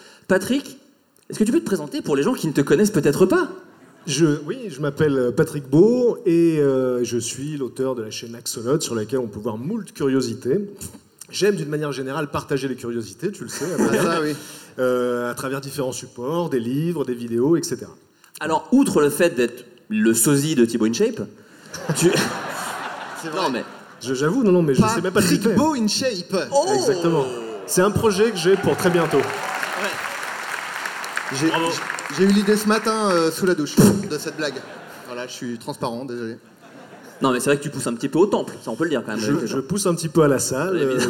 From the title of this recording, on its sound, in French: De Retour En Public